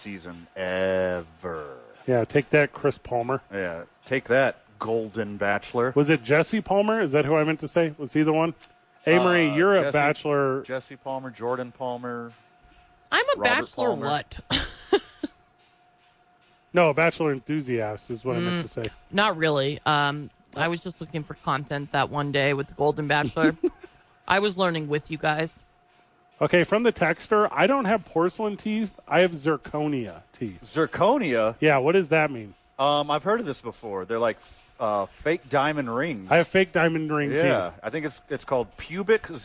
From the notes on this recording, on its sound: live at Safe House